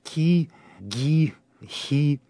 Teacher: при их произношении, при их артикуляции работает задняя часть языка